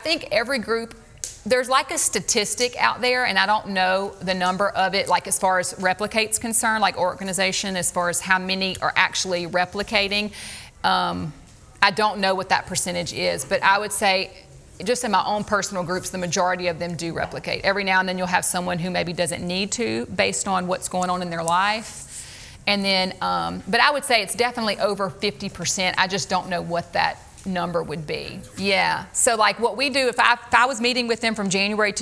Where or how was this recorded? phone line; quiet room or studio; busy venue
busy venue